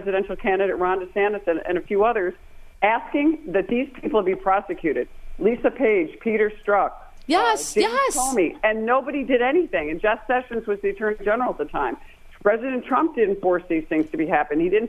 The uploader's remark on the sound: The phone lines open up to several Live callers with their opinions as well. On the Newsmax hotline.